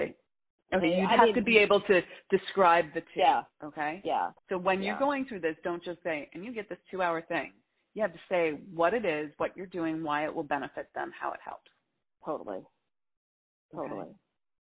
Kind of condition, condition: link, phone line